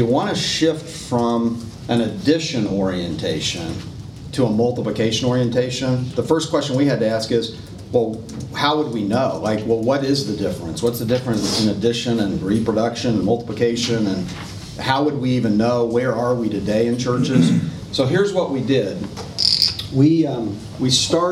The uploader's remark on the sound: Today’s audio comes from the National Disciple Making Forum by Discipleship.org.